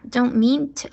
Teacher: Don't 的特不要发出来，停一下